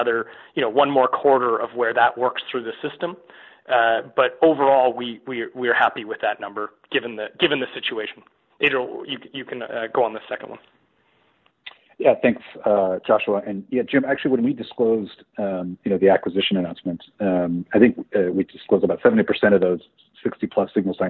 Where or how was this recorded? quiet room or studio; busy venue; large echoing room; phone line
phone line